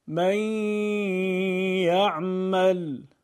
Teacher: ما نون رو حذف میکنیم و حرف بعدی رو مشدد میکنیم · Term: ادغام